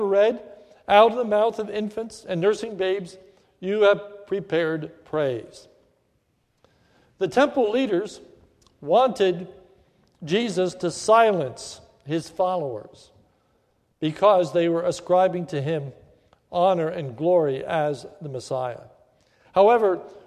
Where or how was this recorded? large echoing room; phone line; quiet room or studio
large echoing room